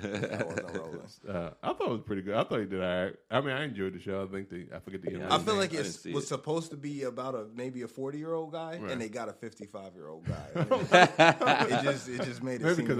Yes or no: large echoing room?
no